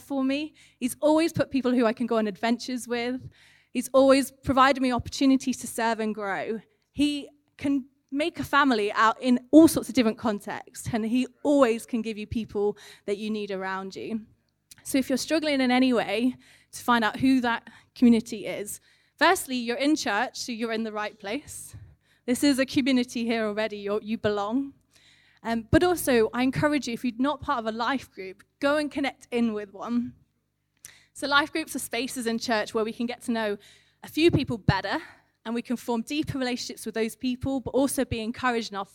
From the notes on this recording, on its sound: recorded at One Church Central on Compassion Sunday